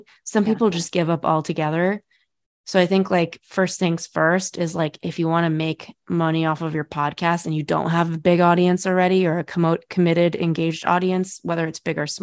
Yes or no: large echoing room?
no